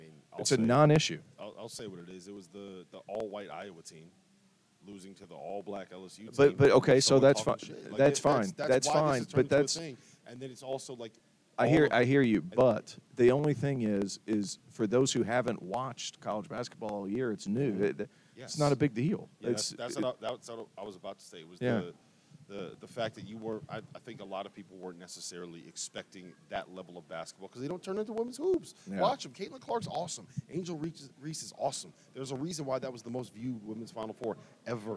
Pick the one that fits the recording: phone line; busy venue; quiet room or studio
busy venue